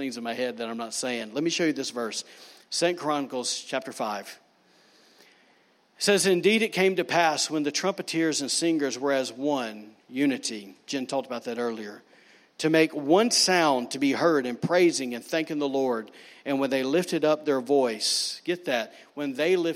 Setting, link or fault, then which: setting, large echoing room